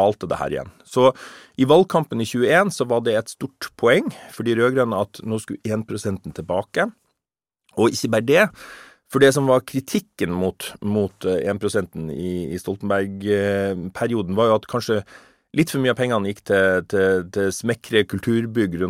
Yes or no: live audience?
no